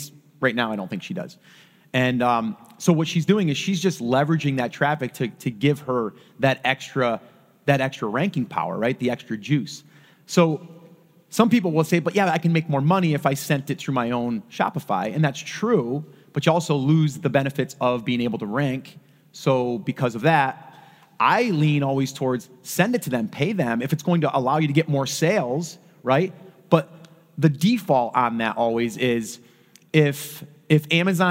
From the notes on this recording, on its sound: recorded LIVE